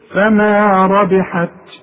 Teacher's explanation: طلع لي همس بسيط شوية هوا علشان التاء دي من حروف الهمس